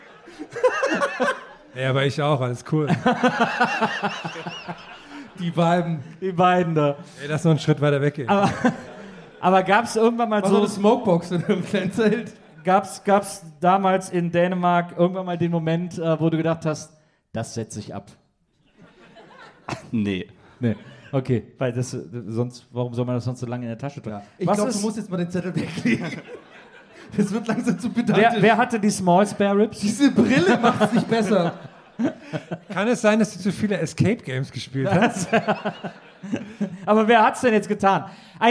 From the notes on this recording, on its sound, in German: Aufgenommen LIVE in Dresden am 30.09.2021